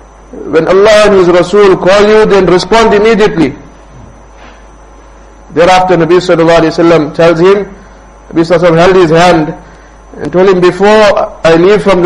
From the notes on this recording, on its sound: Jumuah lecture at Rockford Musalla